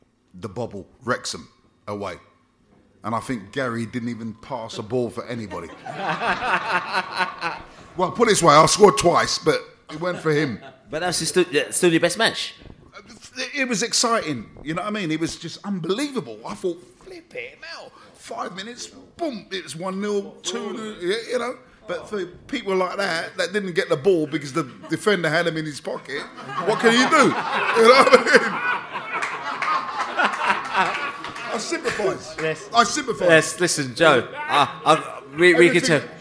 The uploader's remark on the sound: Together at the end of the session for a hilarious Q&A session with the fans in the house. At the fabulous Drayton Court Hotel in Ealing to see the season off in style at their end of season Pride of West London Bees-Up.